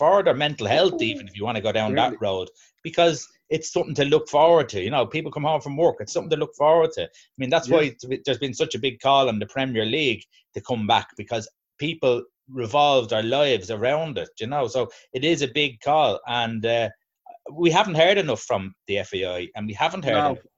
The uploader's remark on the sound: Zoom Show